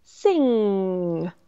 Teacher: But if you listen to me, and I'm going to draw out that last sound, sing, there's no G. It is that nasal at the back where my tongue is in the back of my mouth.